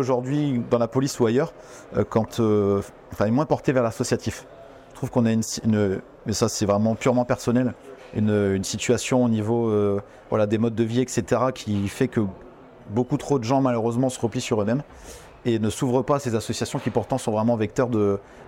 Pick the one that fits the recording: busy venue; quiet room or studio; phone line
busy venue